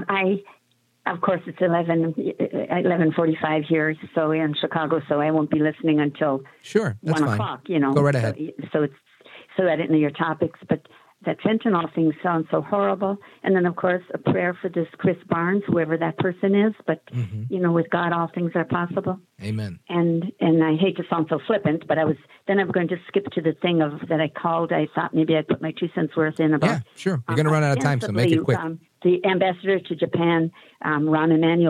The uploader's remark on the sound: we take your calls in open phones across America